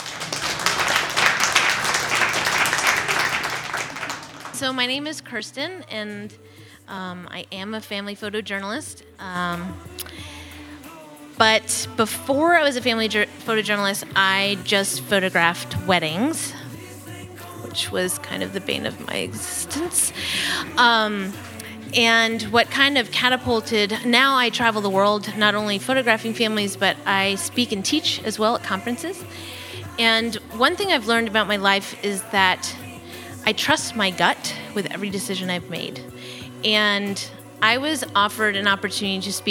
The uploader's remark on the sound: from a Raconteur event recorded at Leon Gallery on November 3rd.